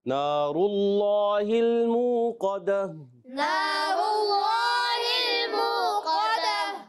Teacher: اللہ کے نام سے پہلے پیش آنے کی وجہ سے یہ پر ہوتا ہے، اس کو موٹا پڑھیں گے، اور قاف کی ادائیگی بھی موٹی رکھنی ہے۔